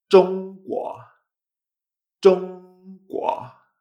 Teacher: para pronunciar este Zhong tenemos que hacer esta ZH, esta vibración en la garganta ¿eh? con la lengua arriba